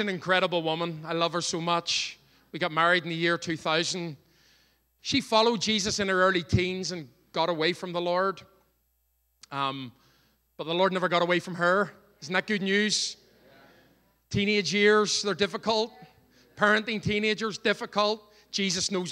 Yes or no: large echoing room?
yes